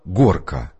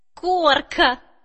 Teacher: Звонкая «г» заменилась на парную согласную «к»